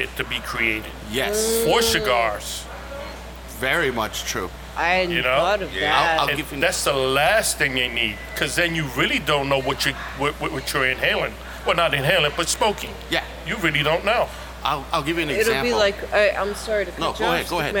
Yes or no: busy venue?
yes